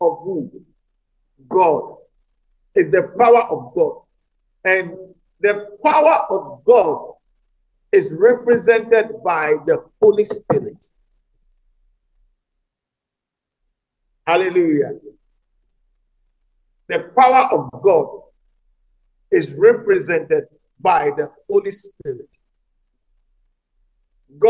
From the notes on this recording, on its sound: message preached at the Living Waters Cathedral